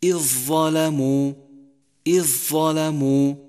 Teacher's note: ثانيا إدغام الذال في الظاء مثل الظلموا الظلموا، الذال ساكنة ندغمها مع الظاء بعدها